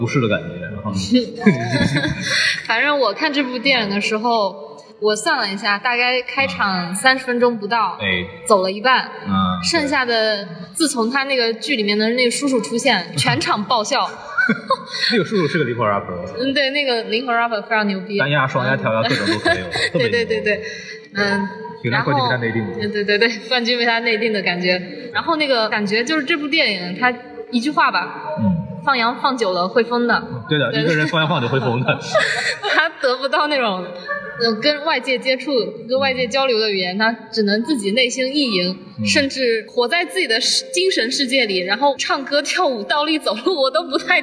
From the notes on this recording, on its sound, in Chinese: 本节目为影展现场录制，音质草率请注意收听。在平遥电影宫的现场给大家录了一期简单的节目。